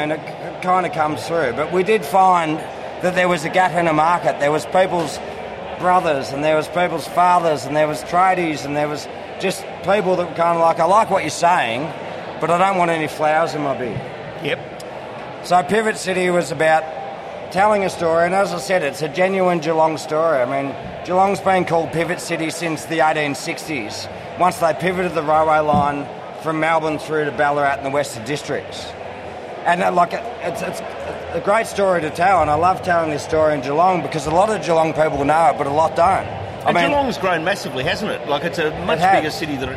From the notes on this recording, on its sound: As this was an outside broadcast the audio is not of the high quality we normally aim